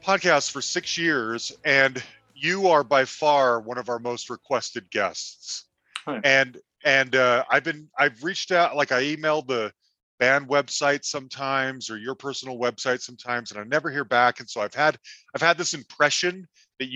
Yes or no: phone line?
no